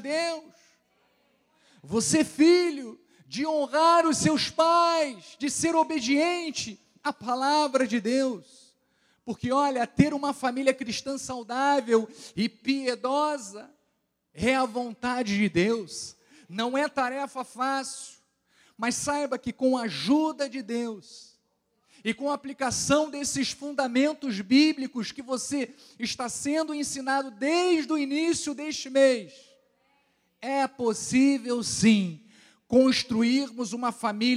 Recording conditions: large echoing room